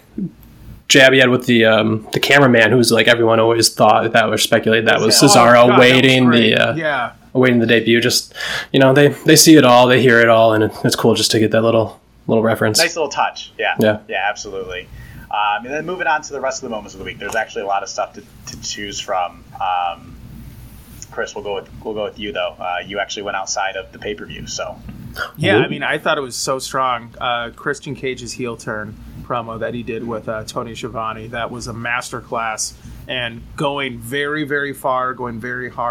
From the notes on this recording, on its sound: This week's audio has some technical issues